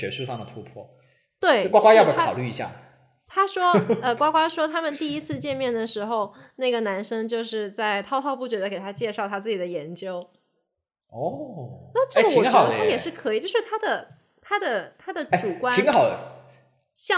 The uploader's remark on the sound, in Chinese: 录制节目的时候由于场地原因，回音较大，请大家多担待。